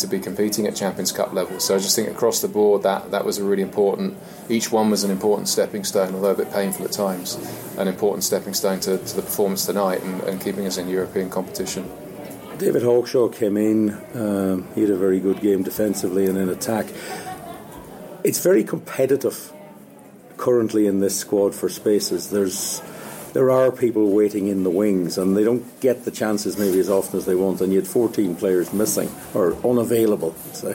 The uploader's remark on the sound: in the post match press conference